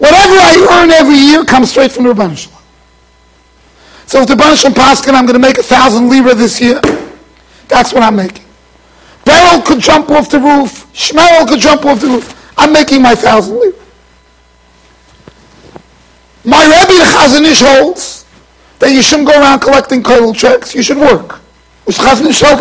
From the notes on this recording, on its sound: Shiur recorded in Yeshivas Ohr Reuven, Monsey NY.